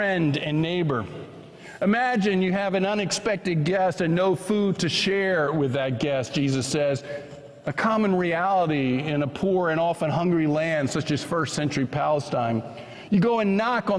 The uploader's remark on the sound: was preached at First Presbyterian Church of Allentown on July 9, 2023.